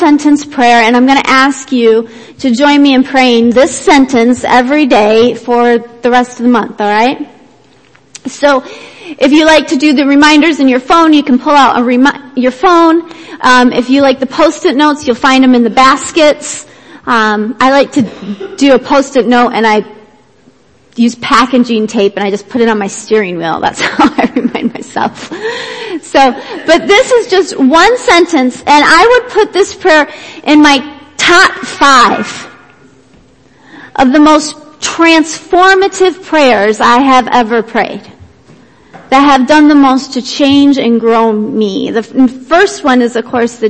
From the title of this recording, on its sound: Worship Service - Audio